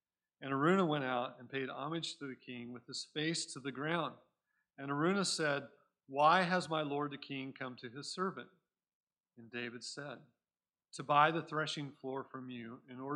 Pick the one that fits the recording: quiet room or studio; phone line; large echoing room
large echoing room